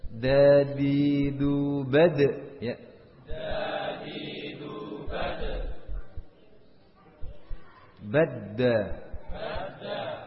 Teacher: Nafasnya bagaimana? Jahar. Suaranya? Bertahan. Syidda. · Term: huruf dal